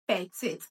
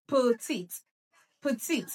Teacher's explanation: It has two syllables and the stress is on the second syllable. · Shown in: second take · So what you need to pronounce is you go putit, putit, not petit.